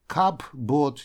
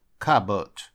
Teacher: этом слове буква P не произносится · Shown in: second take · то есть, потому что мы не можем две согласных подряд сказать P-B.